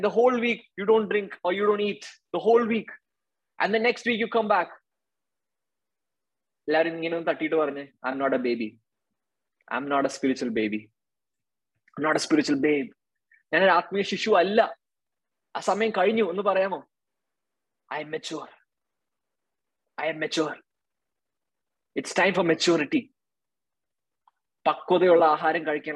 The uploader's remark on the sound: Zoom Meeting.